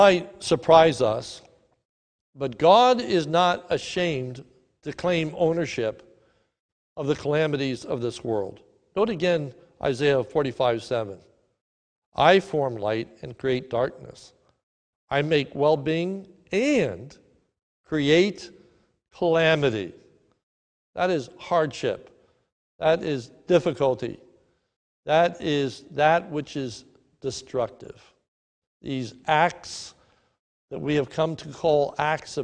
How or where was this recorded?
large echoing room